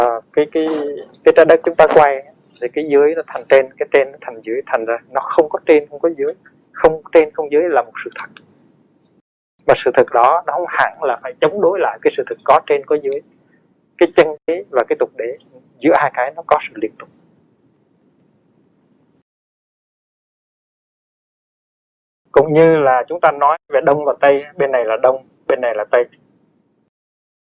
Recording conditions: poor sound quality